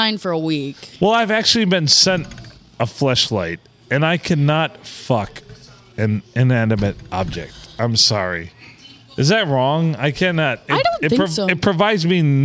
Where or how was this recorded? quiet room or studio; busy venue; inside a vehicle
busy venue